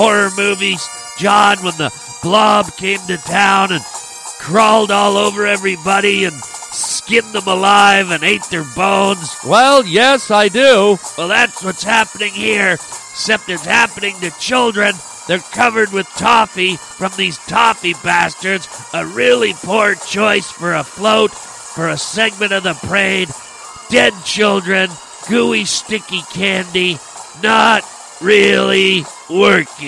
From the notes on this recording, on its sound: Yes it is here, the 59th Annual Harland Highway Thanksgiving Day Parade! We are going live to the streets.